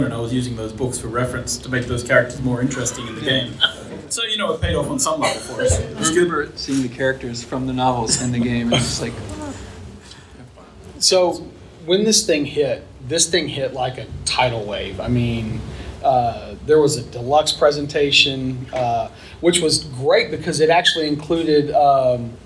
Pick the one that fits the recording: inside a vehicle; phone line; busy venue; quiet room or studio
busy venue